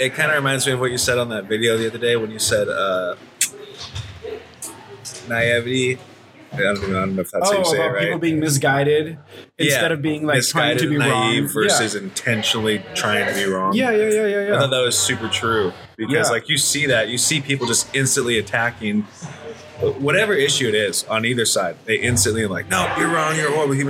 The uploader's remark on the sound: Special thanks to F1rst Avenue Coffee for graciously hosting this recording! Special thanks to F1rst Avenue Coffee for graciously hosting this recording!